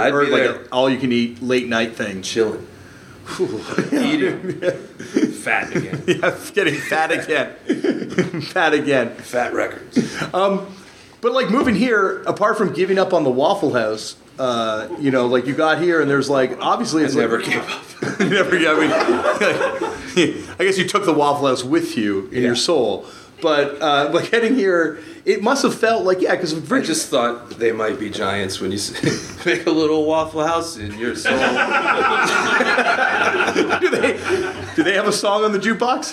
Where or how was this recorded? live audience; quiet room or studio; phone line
live audience